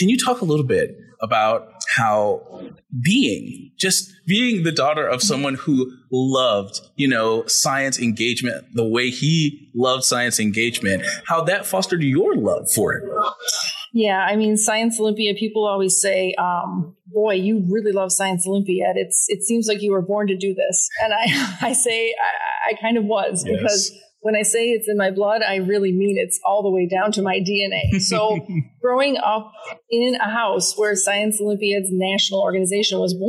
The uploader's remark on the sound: LIVE from the 2023 Science Olympiad National Tournament at Wichita State University. LIVE from the 2023 Science Olympiad National Tournament at Wichita State University.